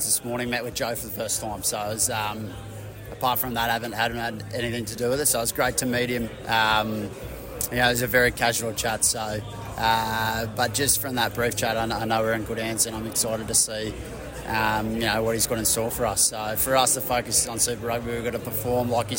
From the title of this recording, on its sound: at the Super Rugby season launch